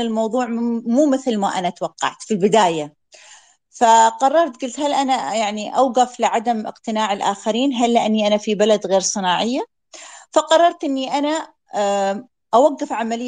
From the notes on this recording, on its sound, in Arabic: تسجيل لمساحة ابن رشد الأسبوعية على منصة تويتر